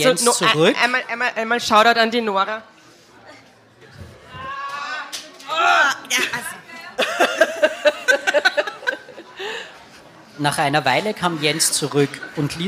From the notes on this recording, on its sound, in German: Livemitschnitt Releaseparty. Bei dieser Geschichte handelt es sich um einen Livemitschnitt von unserer Drama-Carbonara-Releaseparty, bei der via Open Mic das Publikum mit uns lesen konnte.